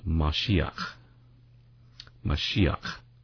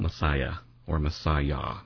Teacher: And this particular Hebrew letter is pronounced ch. It's a guttural. · Shown in: first take · And so you've got the KH here representing that guttural sound pronounced Mashiach.